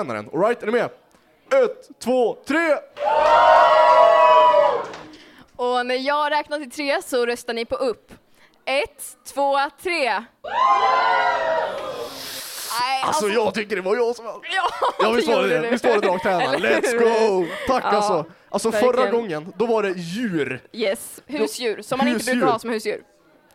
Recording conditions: busy venue